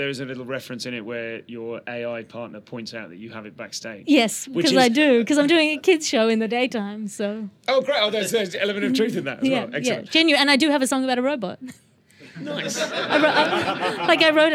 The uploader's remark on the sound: Live from the Edinburgh Fringe 2018. 30 podfans saw her show "Ethos" together, met up for a social, and then attended an exclusive live interview in "Audrey", the Vintage Mobile Cinema.